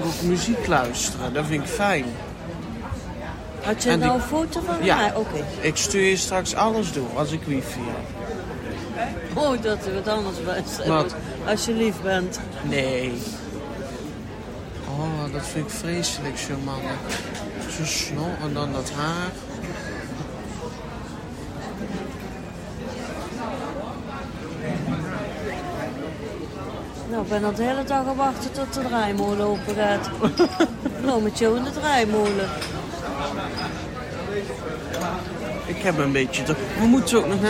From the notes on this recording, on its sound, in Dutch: In deze speciale opname horen jullie een simpel gesprekje tussen mijn moeder en mij, op het terras in Eindhoven. Omgeven door mooie gesprekken en stadse geluiden.